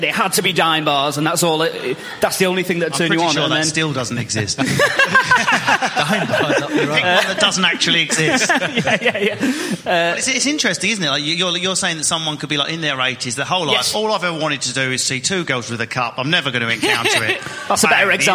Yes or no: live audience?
yes